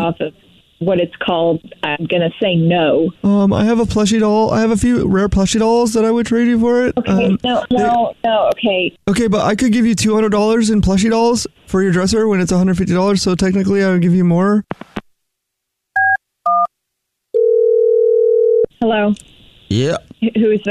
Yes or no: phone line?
yes